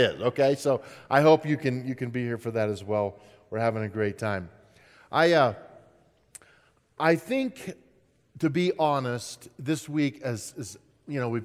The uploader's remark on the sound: At Timberline Church. Live.